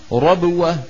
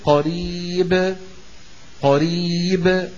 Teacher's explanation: الباء هنا ما بعدها شيء، فلذلك بيخرج صوتها أوضح من الباء التي في وسط الكلام · Shown in: second take · Term: القلقلة الكبرى